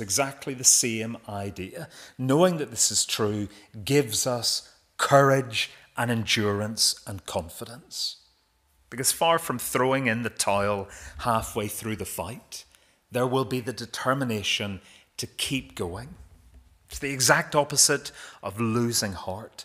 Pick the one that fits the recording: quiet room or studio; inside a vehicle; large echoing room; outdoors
large echoing room